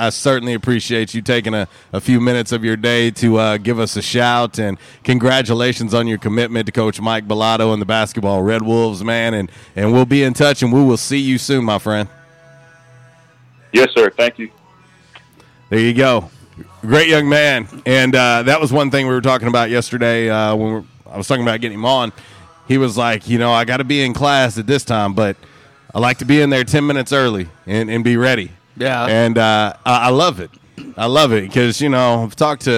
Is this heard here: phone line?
yes